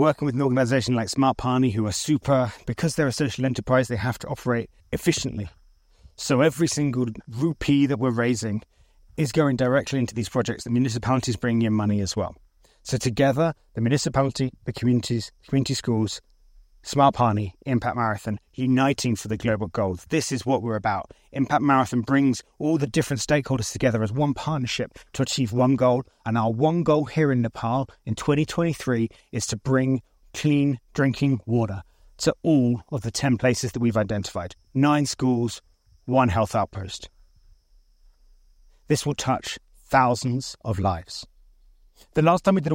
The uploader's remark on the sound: Broadcast live from the picturesque Batase village in the Sindhupalchowk region of Nepal. Sharing insights and sounds straight from the heart of the village.